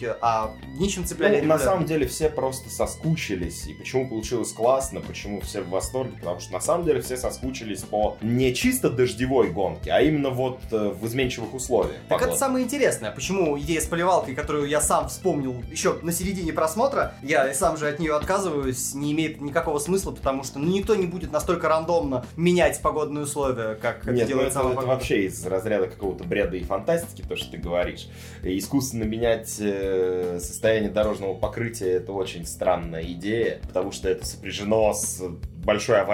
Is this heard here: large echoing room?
no